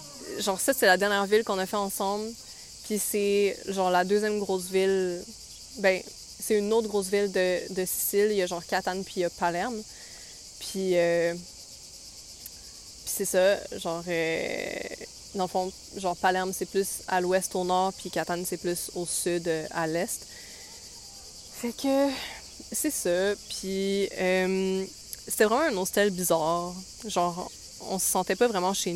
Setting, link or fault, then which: setting, outdoors